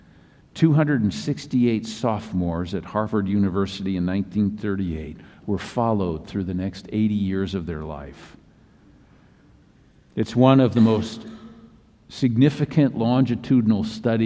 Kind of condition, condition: setting, large echoing room